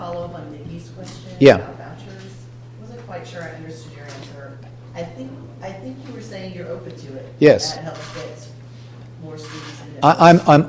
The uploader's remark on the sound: address to more than 150 Chinese business leaders in Shanghai, during the Indiana Business Conference